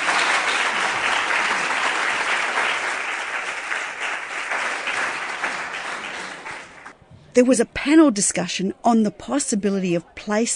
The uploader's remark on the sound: Highlights from the 2018 Indigenous Place and Partnerships Conference held at the University of Melbourne in April 2018. Selections of presentations and interviews with presenters and conference participants.